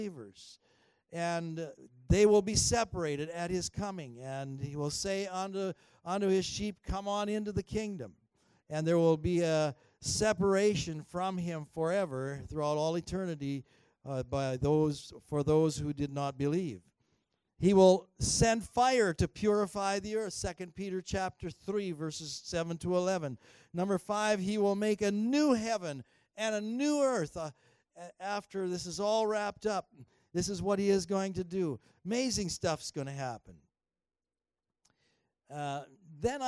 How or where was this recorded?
large echoing room